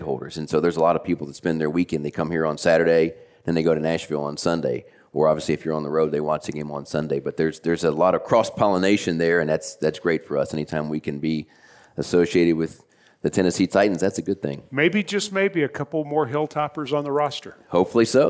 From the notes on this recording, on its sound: LIVE at Harbaugh Club on WKU Campus. Day 3 of the OTP Live tour rolls on from the Harbaugh Club at Western Kentucky University.